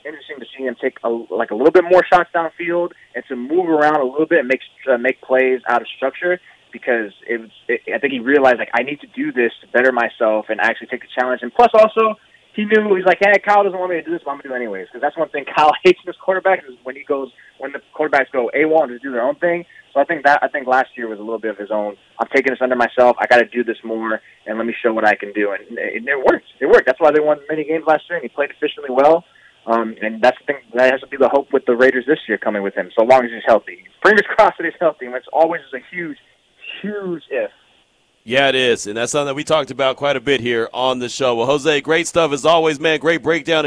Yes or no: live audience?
no